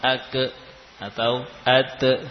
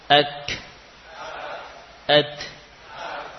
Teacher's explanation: Ake atau ate, tidak. Untuk kaf dan ta, ketika lepas lisan kita, maka diikuti dengan nafas. · Shown in: second take